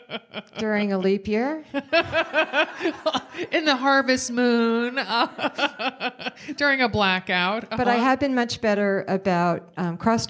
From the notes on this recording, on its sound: Recording in front of an audience in Missoula, Montana.